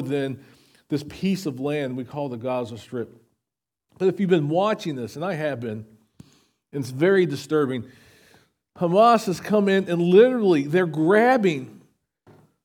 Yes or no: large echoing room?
yes